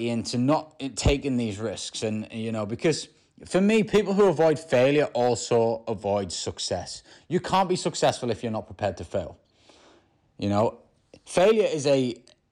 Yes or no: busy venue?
no